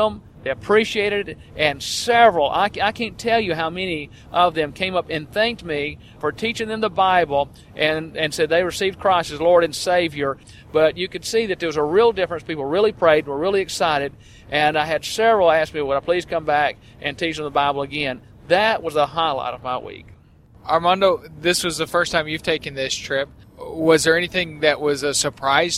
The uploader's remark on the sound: We were in a van going down the highway, so there is a bit of road noise, but not enough to be a real distraction.